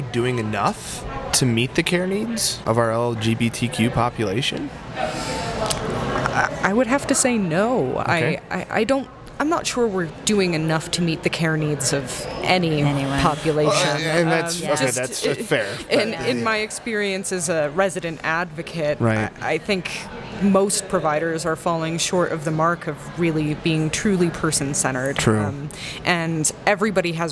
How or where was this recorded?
busy venue